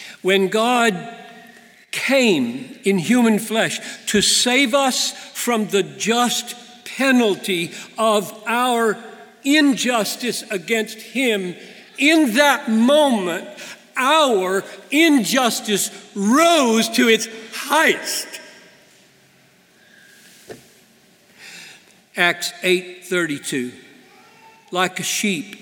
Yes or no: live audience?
yes